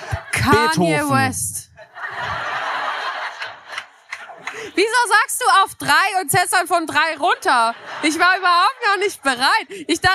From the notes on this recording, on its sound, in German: Live in Köln. Beim Hear&Now-Podcastfestival in Köln vor rund 700 Zuschauer:innen.